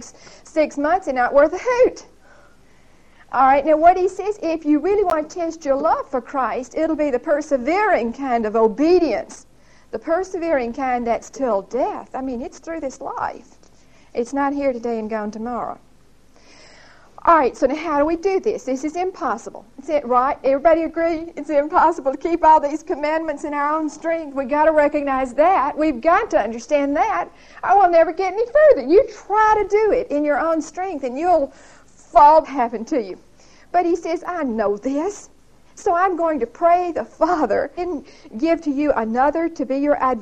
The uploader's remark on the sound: Recorded 11/4/1975 at Whitesburg Baptist Church.